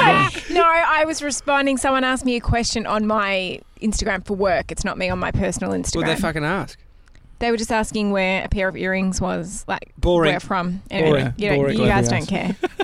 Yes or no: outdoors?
yes